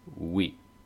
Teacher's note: Recuerden que la OU se pronuncia U y luego la I, entonces oui.